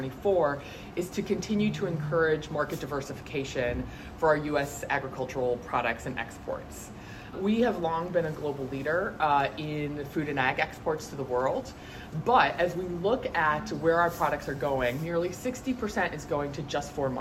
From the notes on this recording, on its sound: Attended the International Production & Processing Expo, or IPPE, in Atlanta, and participated in a news conference. With the small group of journalists in attendance.